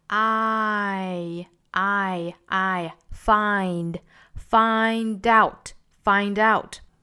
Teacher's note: To find out,这个 find 大家也要注意这个元音是 I 的过渡， R 到 A 的过渡，第一个长第二个短，第一个重第二个弱